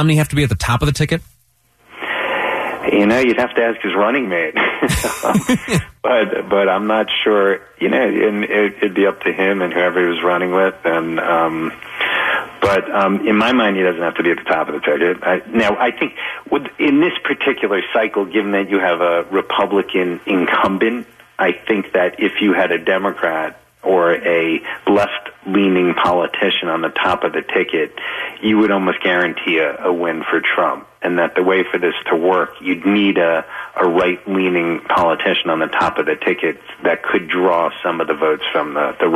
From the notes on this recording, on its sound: via phone